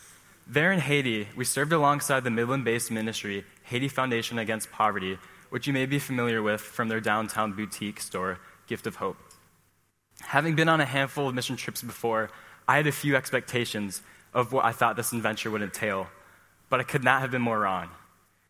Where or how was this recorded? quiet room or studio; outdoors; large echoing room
large echoing room